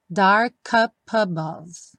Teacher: Aqui, ele juntou o dark com o up e o up com above.